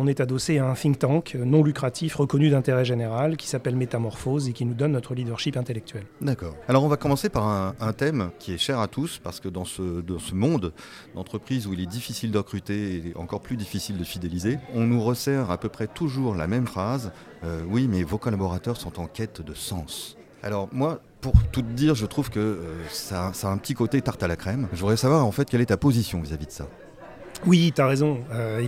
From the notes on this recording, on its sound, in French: Restaurant BON à Paris dans le 16ème arrondissement de nous avoir accueilli pour cet enregistrement. Nous remercions le restaurant BON à Paris dans le 16ème arrondissement de nous avoir accueilli pour cet enregistrement.